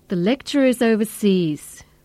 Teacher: The lecturer is overseas. Here, overseas is the tonic, and intonation changes on the third syllable, sees